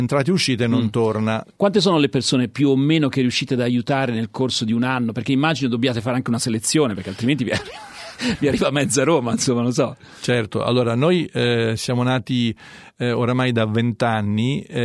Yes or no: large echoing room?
no